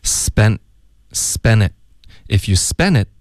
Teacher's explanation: No,这里不能浊化成的，因为如果浊化成的它就变成一个 spend，它的时态就变了。然后他就是在问这个问题，他就说那 spent 的 t 这里浊化，他的时态就变成 spent 了，那怎么办呢？就是很简单，他这里不会浊化，而会把这个 t 的音呢给省略